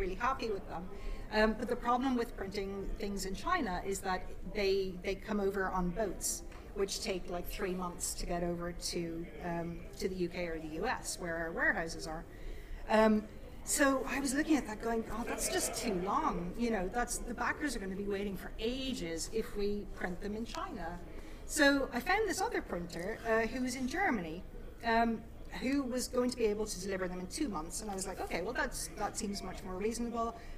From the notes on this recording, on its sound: Live at Dragonmeet 2019! Three members of the UKIRPGL business talk panel met in person on the 30th of November, at Dragonmeet in London. In our first ever live recording. As well as taking questions from the audience!